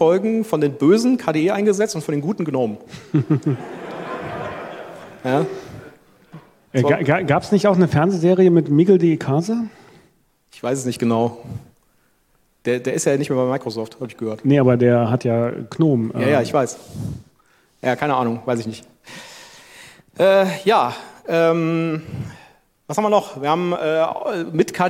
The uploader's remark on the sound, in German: Froscon2022. Diskutieren gemeinsam mit dem Publikum auf der Open Source Couch.